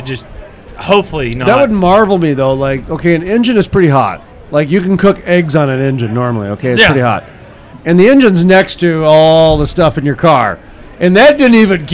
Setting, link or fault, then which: setting, busy venue